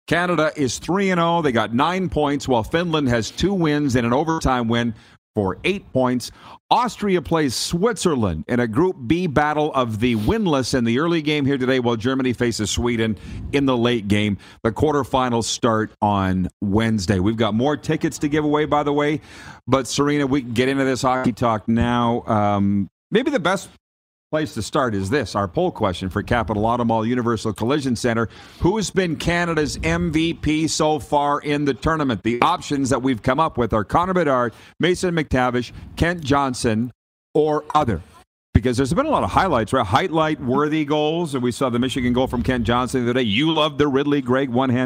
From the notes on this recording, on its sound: LIVE from inside Rogers Place in Edmonton, Alberta... Site of the 2022 World Junior (2.0) championships!